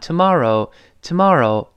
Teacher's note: 注意 tomorrow 那个字母 R，还是要勾舌的